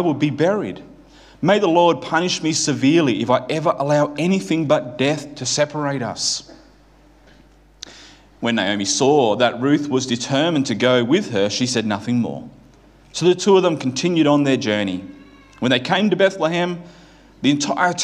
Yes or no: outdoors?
no